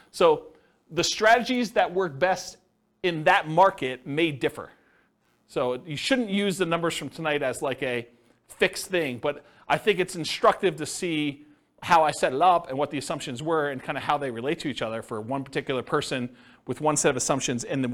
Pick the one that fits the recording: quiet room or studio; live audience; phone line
live audience